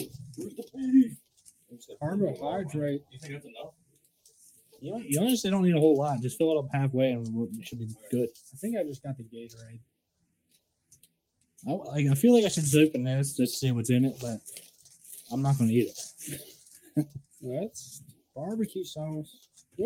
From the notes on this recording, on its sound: Mic control still eludes the podcast for some reason.